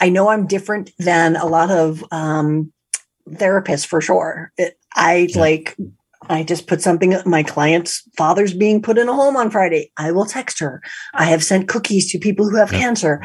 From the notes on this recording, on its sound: we finally got a chance to Zoom this podcast